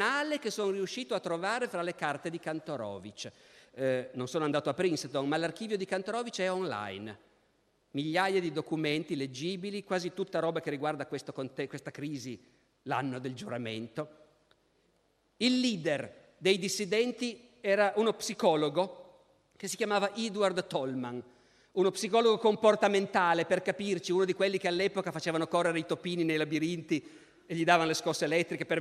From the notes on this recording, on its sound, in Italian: Registrato al Festival della Mente 2015 in Sarzana.